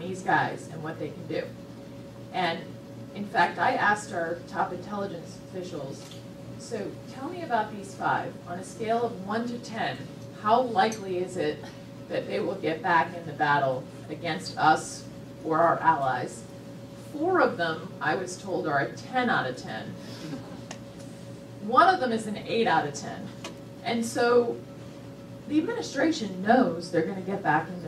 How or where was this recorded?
live audience